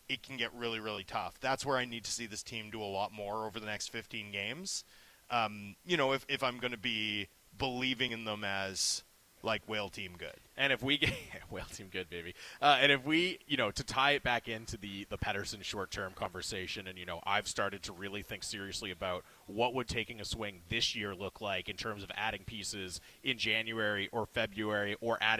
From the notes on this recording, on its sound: LIVE from Canucks Alumni Luncheon!